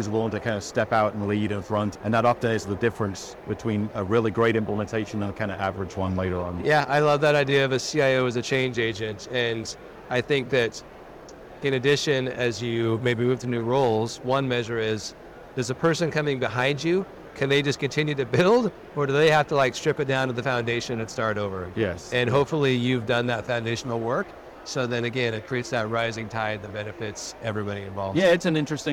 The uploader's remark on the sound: Interview in Action live from the 2023 CHIME Fall Forum